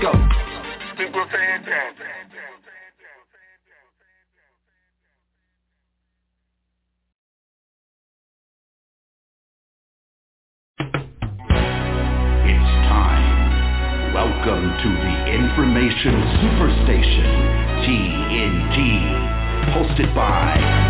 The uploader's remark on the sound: TNTSuperfantastic Conference Call